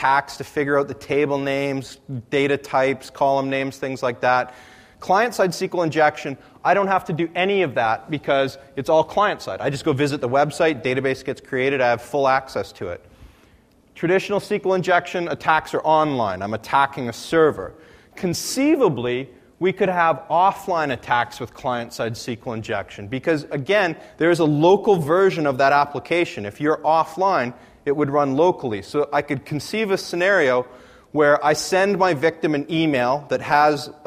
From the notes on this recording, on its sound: AusCERT presentation. The following is a recording of a presentation.